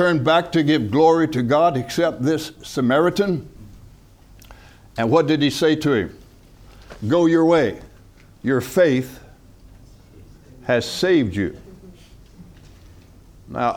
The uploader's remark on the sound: From the HeartCry Asia Conference 2023